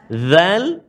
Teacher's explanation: Huruf zal dia duduk di hujung hujung lidah kita.